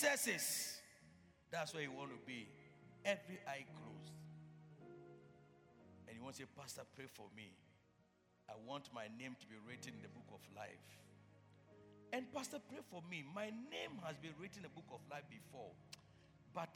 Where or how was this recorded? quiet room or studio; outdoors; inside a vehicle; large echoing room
large echoing room